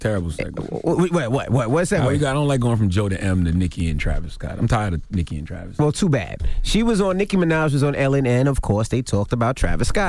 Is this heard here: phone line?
yes